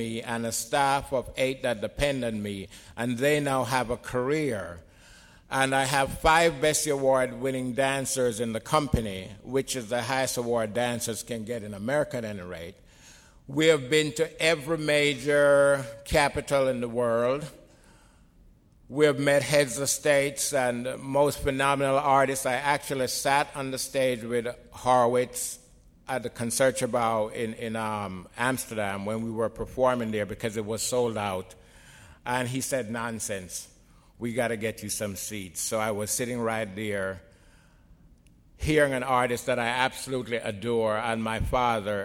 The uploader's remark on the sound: In this podcast, recorded at the Academy of Achievement's 2001 Summit in San Antonio, Texas.